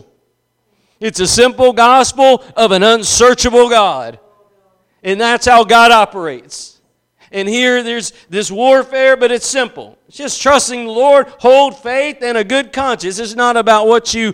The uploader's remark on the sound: Preached at Gospel Lighthouse in Bossier City, La.